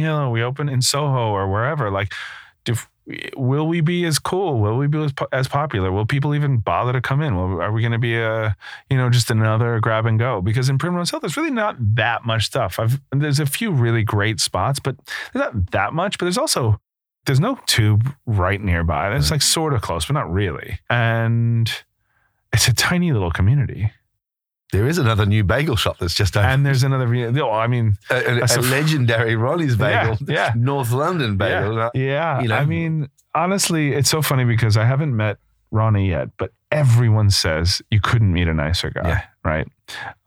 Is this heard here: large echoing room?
no